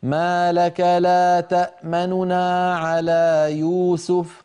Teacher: تنطق نونين والنون الأولى تسرع عندها قليلا مع خفض في الصوت، هذا هو الروم.